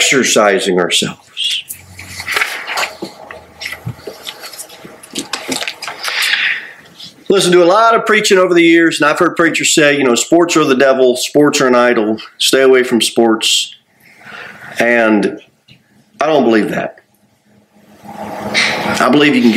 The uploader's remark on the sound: Sermon delivered at Pilgrim Baptist Church